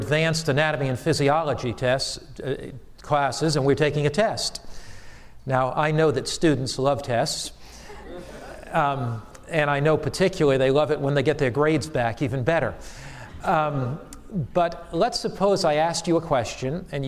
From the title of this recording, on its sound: Challenge to the students at AMEN conference 2010